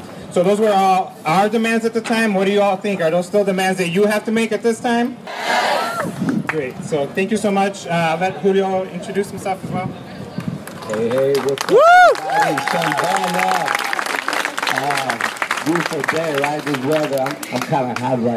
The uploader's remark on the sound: Audio from the rally to remember the 1992 protest that took place on the UI campus.